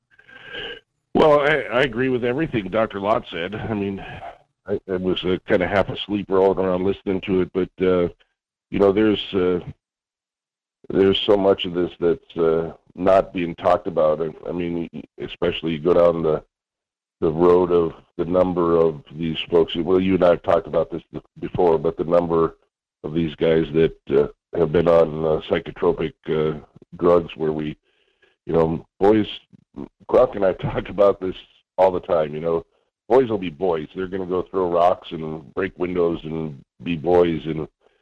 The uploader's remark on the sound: In hour two we open the phone lines and chat with you during Q&A